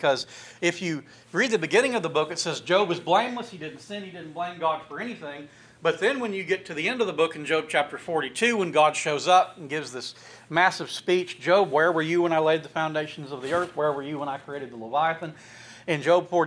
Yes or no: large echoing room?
yes